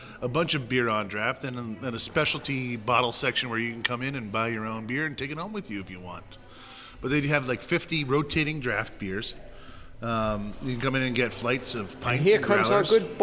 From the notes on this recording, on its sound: stayed warm drinking barrel-aged beer at Gnarly Brews Tap Room and Bottle Shop in Phillipsburg, NJ.